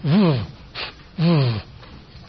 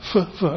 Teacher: labial dental, which is lower lip and upper front teeth